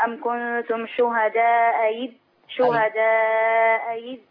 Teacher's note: هي الهمزة الأولى مفتوحة بحكم الهمزة الثانية تسهيل قولا واحدا